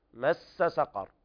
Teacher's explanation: أيضا وقف على سقر بالتفخيم لأنها ساكنة قبلها مفتوح